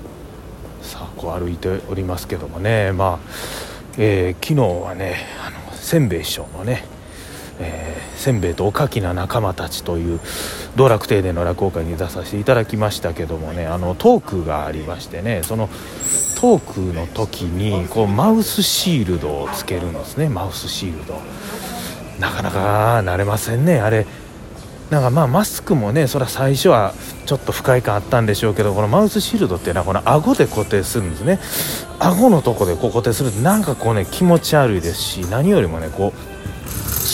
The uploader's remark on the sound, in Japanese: 長堀橋から難波に向かって歩きながらのおしゃべりです。